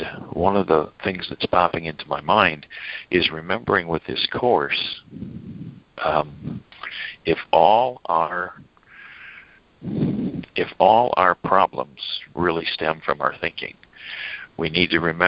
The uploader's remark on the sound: ACIM Daily TEXT Conference Call.